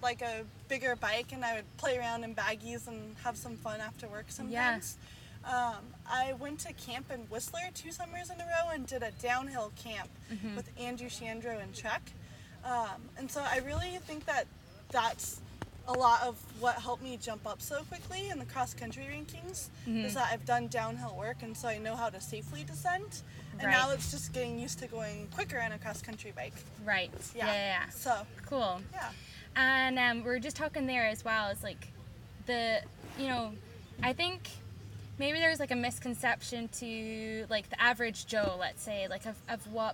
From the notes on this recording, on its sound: A special outdoors edition of This Dirt Life, post race at Fontana for the KMC Chain SRC Winter Series.